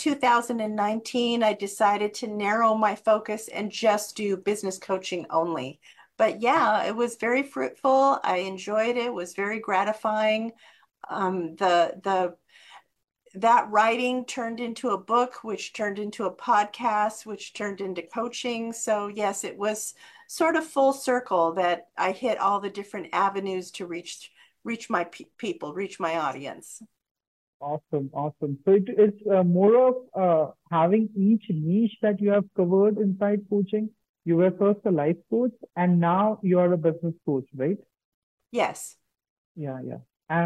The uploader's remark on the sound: On his live zoom session.